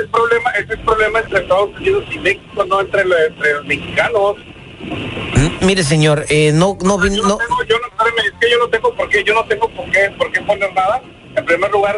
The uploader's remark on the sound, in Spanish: La llamada telefonica